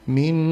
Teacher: Nun musyaddadah itu hukumnya gunnah. Jadi didengungkan. Dan hukum dengungan itu minimal dua harokat.